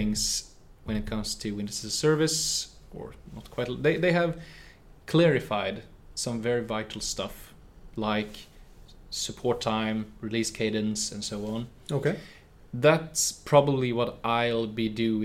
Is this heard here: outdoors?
no